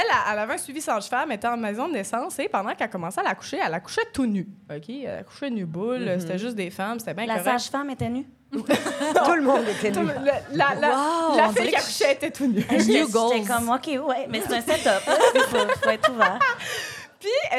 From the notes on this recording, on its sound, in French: Enregistré devant public à l'Idéal à Montréal mercredi le 1 novembre 2023.